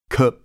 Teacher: Half close back unrounded